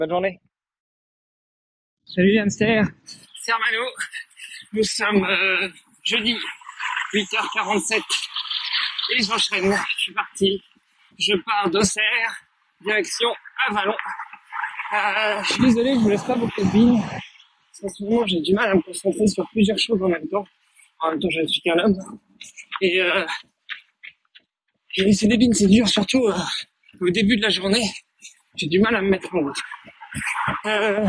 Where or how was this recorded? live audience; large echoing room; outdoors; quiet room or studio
outdoors